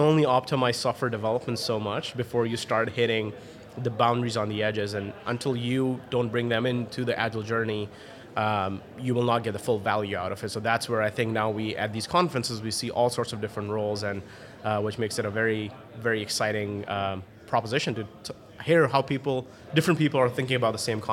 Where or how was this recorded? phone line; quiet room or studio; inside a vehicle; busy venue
busy venue